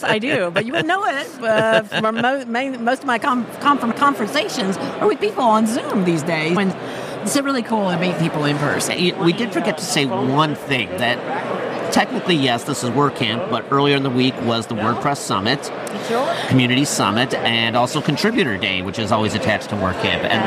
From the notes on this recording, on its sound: Live From WCUS. Take over the mics at WCUS 2023.